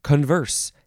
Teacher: The second syllable is uh, emphasized. Converse.